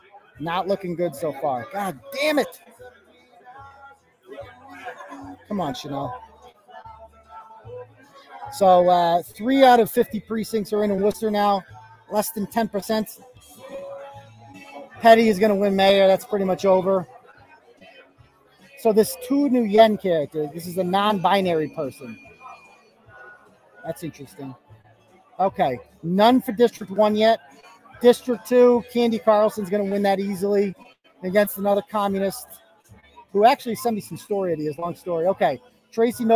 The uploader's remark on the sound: Live show starting early for reporting on the election results as they come in. Coverage took place in a public location, so sound quality and interruption varies throughout.